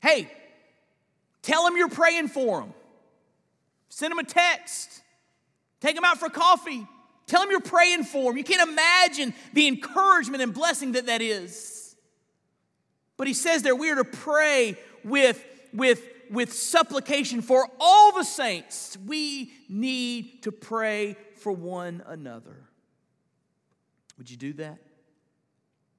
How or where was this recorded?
large echoing room